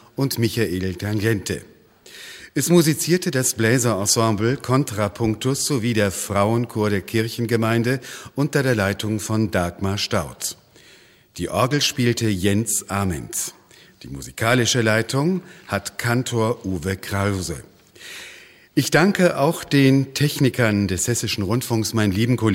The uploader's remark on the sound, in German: Evangelischer Gottesdienst am Ostermontag aus der Ev. Kirche in Stockstadt am Rhein. Musik: Frauenchor der Gemeinde.